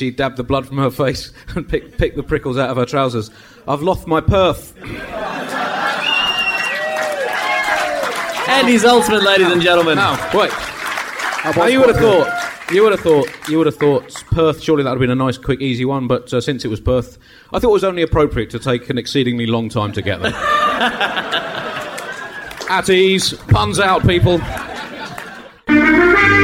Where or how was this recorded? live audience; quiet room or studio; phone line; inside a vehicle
live audience